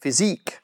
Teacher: you need to stress the second syllable, not physique, but physique.